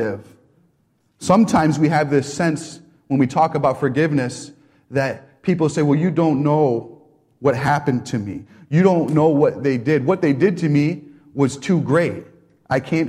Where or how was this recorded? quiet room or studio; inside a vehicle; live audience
live audience